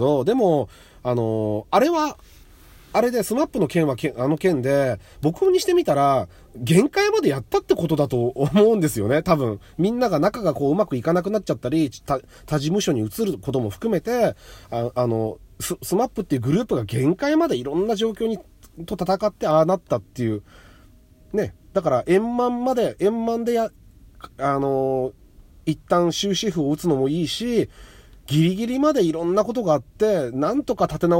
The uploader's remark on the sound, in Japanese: 初めての外、初めての車内で収録しています